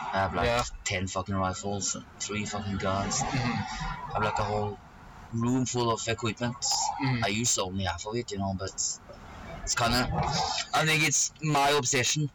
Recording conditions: poor sound quality